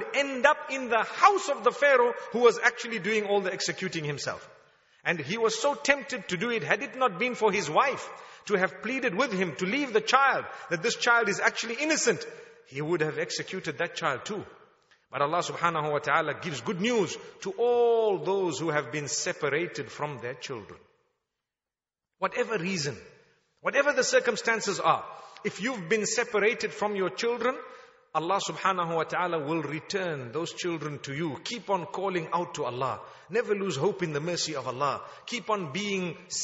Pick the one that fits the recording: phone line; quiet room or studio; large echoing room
large echoing room